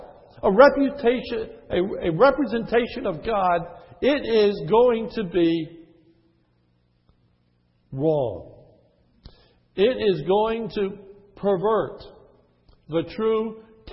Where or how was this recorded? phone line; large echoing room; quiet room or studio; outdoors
large echoing room